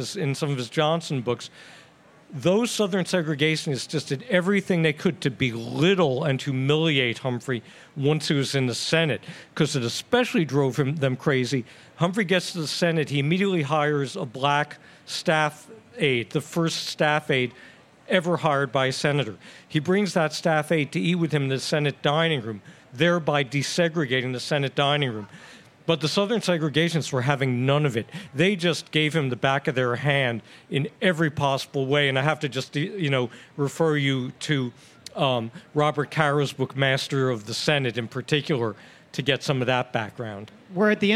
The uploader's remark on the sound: Forum at the Fair. A special Westminster Town Hall Forum recorded at the Minnesota State Fair. The program was recorded in front of a live audience at the Minnesota State Fair.